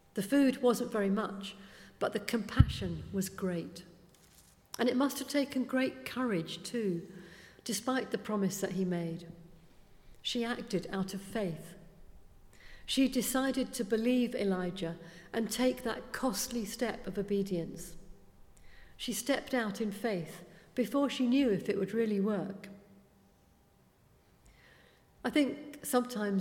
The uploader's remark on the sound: speaking at the 11 o'clock service